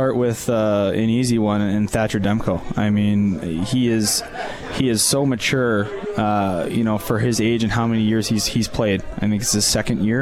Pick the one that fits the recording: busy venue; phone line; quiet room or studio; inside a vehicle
busy venue